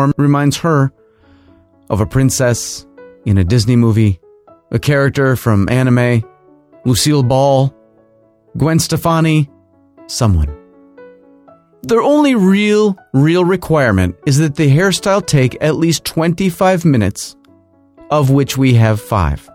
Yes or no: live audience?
no